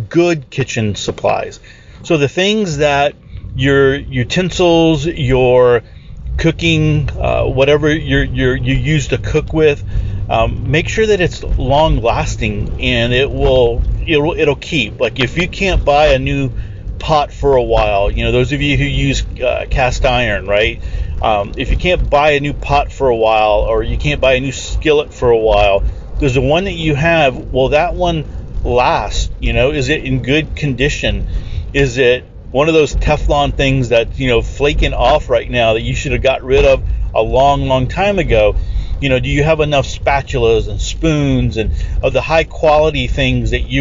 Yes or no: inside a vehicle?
yes